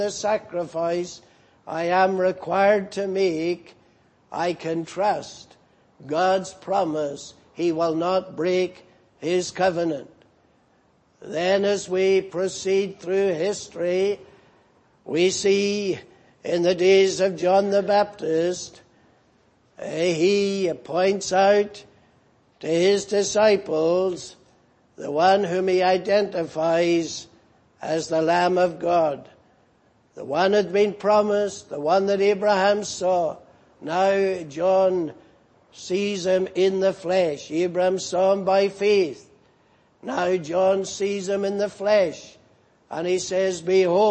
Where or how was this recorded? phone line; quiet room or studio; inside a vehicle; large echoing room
large echoing room